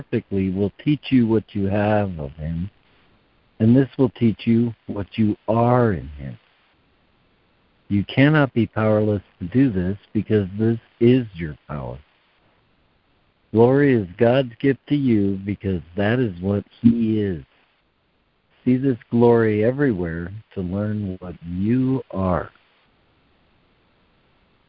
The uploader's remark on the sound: ACIM Daily Conference Call.